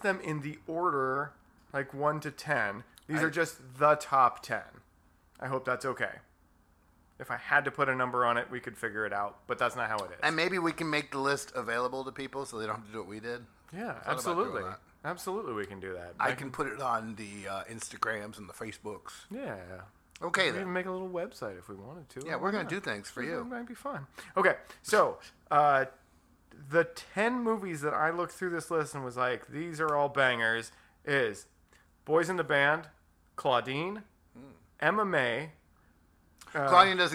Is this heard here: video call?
no